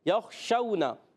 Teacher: شین کا مخرج ہے زبان کا درمیان اوپر تالو کے درمیان سے شین ادا ہوتا ہے